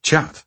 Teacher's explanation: Our pirates all softened the first consonant and said chat.